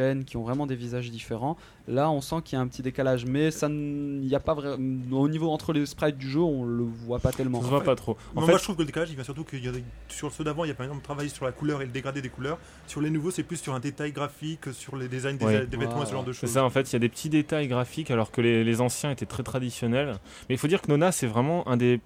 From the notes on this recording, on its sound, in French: Un pif de l’actu enregistré sous une chaleur écrasante dans un appartement surchauffé avec beaucoup de monde.